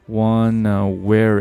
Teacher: where 中间这个元音是一个小口型的 a，可它前面这个 one 结尾的这个音呢是一个 n，我们做的 n 的时候呢，我们的舌根呢是放松的，而到后面这个 where 舌尖呢是舌根呢是需要轻轻抬起，处于一个紧张的状态，所以说舌根的这样一个一个切换的动作啊，是否能够足够快的完成从一个舌根放松到舌根紧张，这就证明了你舌根这块这个肌肉是否强度是足以支撑你这种发音。Wanna wear